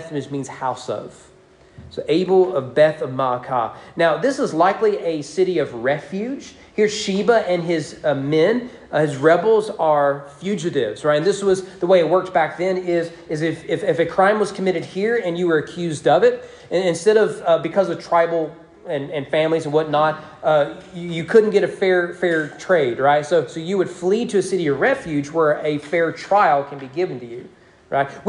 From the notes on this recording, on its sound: Sermon preached at East Frankfort Baptist Church during morning worship